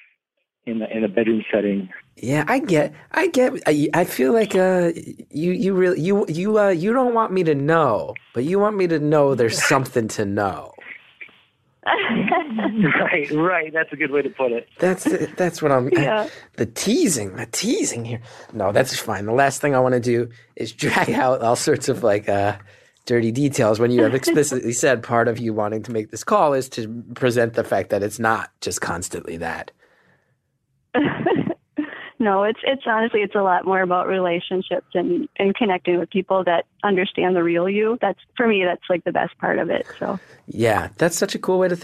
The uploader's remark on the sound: It's just a three-way phone call, but this week's callers are a married couple.